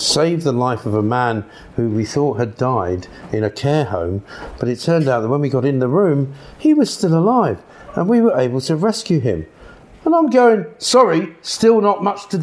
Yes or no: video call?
no